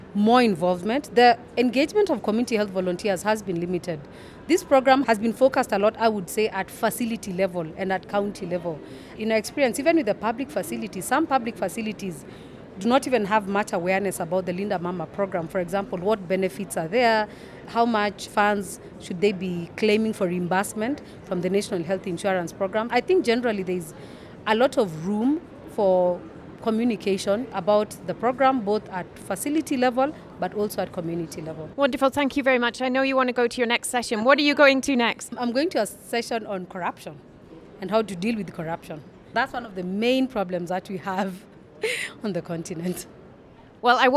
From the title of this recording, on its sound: Conversations in the Halls